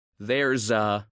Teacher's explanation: Theirs often comes before a or an. The z sound at the end connects to a.